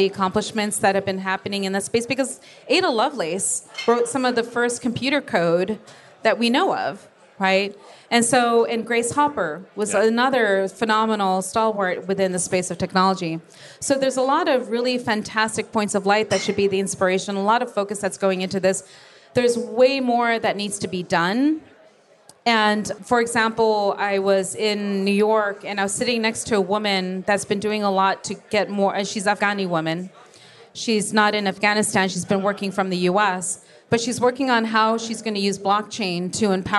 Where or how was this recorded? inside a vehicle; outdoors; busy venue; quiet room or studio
busy venue